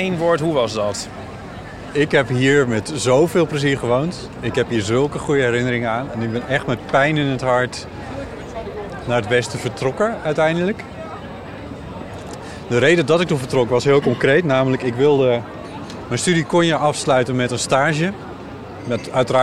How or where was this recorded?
outdoors